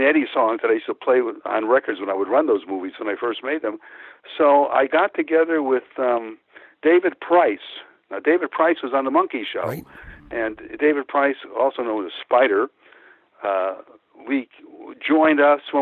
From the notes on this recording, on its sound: calls in, with an exclusive interview!